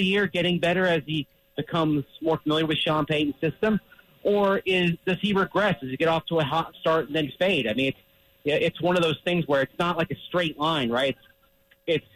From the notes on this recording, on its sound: Hops on the line live from Coors Field.